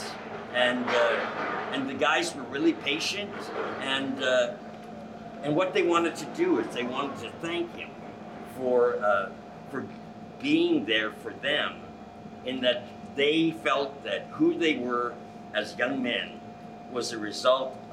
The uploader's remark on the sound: while we were in Palm Springs Live at the Tool Shed bar during Palm Springs Leather Pride weekend